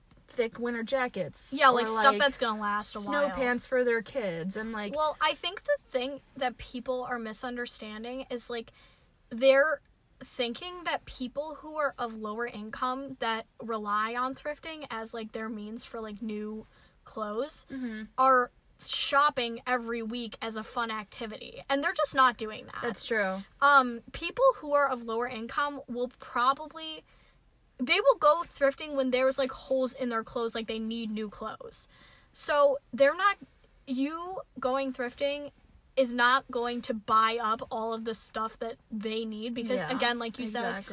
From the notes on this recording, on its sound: We recorded this episode in a parking lot so tune in as we are flirted with (or threatened) by another car that decided to join us.